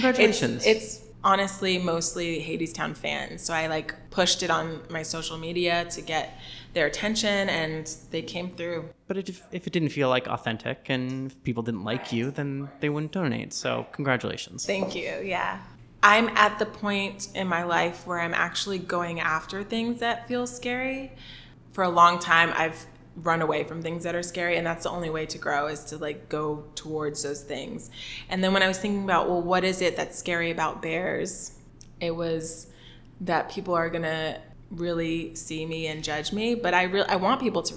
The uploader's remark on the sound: We're aware that the audio from this interview is more "echoey" than our typical episode due to our recording location